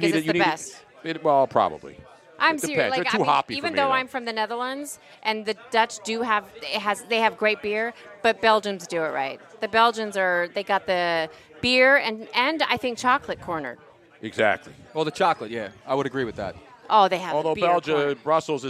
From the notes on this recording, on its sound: live from Nick's Place in Houston!